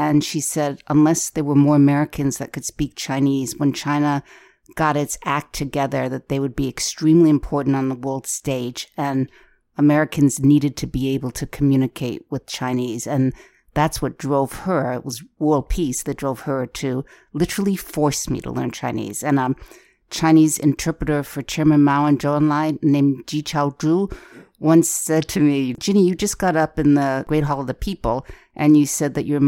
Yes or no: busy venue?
no